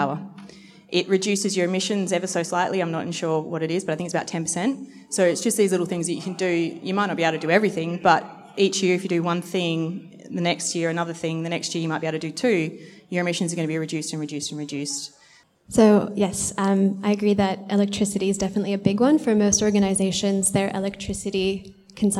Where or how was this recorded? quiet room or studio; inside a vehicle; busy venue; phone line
busy venue